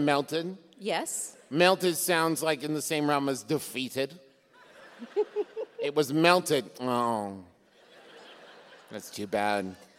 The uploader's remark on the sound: It was recorded live in Nashville!